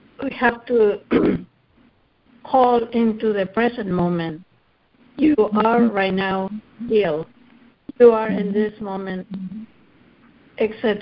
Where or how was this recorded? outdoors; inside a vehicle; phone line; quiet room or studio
phone line